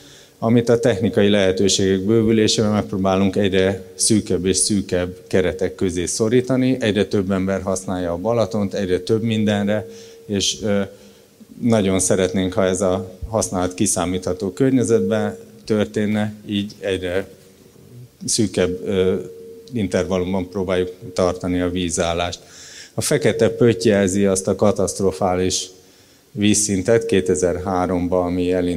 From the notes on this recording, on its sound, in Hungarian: immár videón és podcastban is elérhető Qubit Live-előadásából